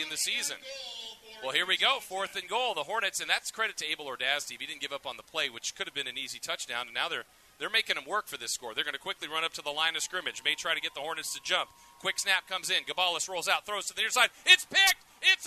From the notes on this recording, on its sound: We caught up with him at the half.